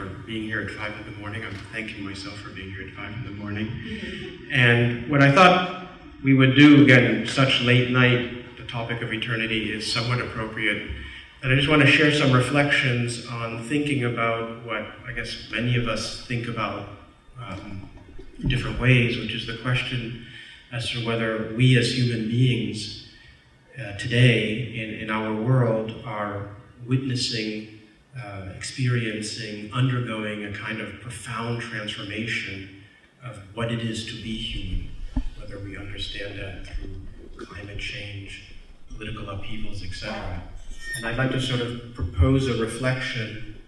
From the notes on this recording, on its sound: In this lecture from The Night of Philosophy in 2019 at 05:00 am on October 06 at the New School for Social Research in New York City